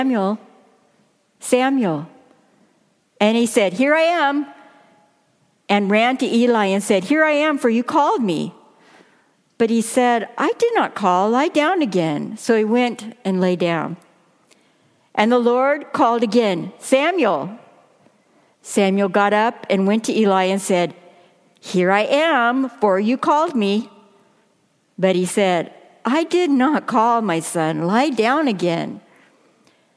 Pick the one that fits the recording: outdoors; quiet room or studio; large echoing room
large echoing room